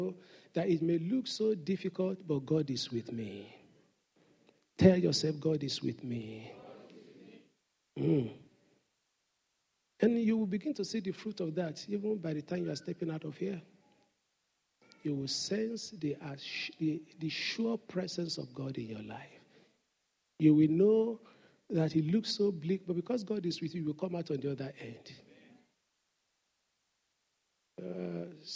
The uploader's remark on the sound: Sunday Service message preached. The senior pastor of Fountain of Love, RCCG Aberdeen, UK.